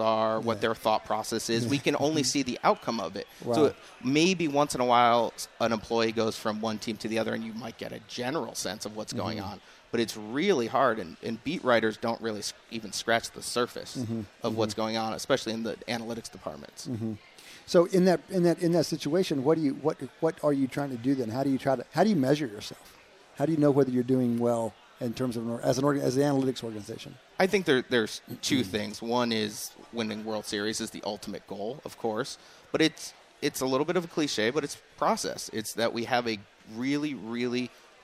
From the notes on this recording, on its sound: At the Wharton Sports Business Summit 2018.